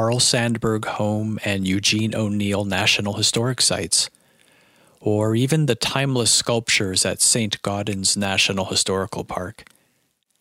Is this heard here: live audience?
no